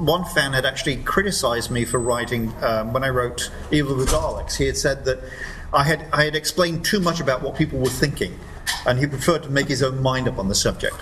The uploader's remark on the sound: Recorded LIVE at I-CON 26. Doctor Who author interviewed live at I-CON 26, SUNY, Stony Brook, NY.